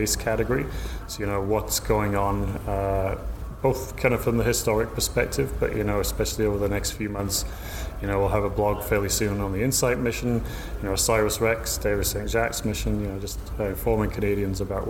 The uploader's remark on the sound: Updates from the 2018 Canadian Space Summit. This weeks podcast consists of three short interviews recorded at the Canadian Space Summit in Ottawa on November 28 and 29.